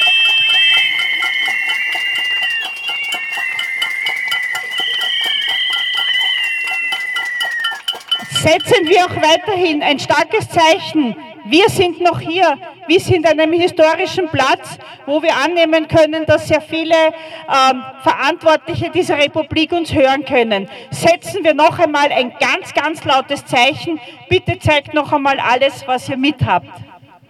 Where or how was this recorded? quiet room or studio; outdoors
outdoors